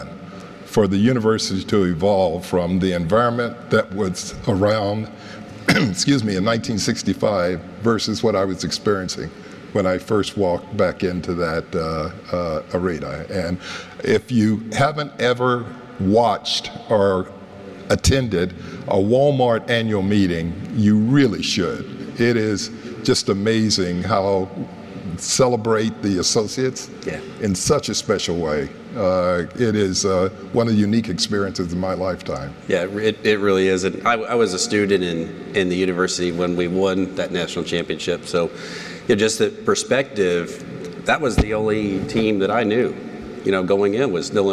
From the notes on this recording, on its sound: This first episode was filmed in front of an in-person audience at the National Retail Federation’s NRF 2023 conference – known as “Retail’s Big Show.”